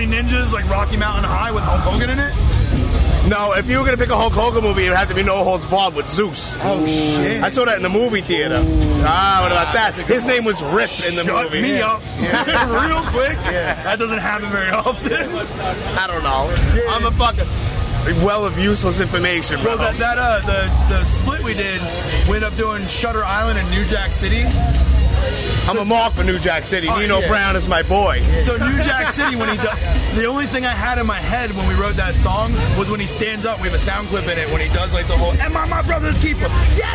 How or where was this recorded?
busy venue